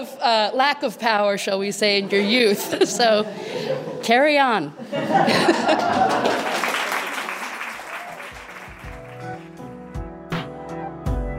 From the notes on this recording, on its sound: Live from A.I.R. Gallery. A live audience.